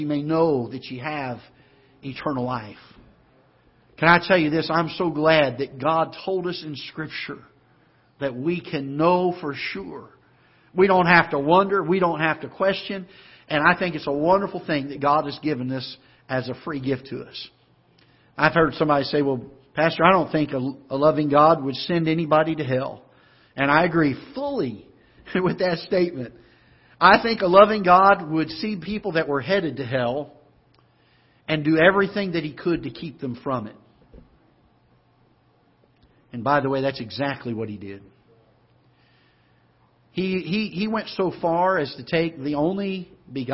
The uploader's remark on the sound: Ketha Heights Baptist Church ~ Live Broadcast